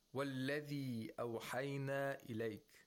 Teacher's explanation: he only lengthens the mad to two vowel counts · Term: qasr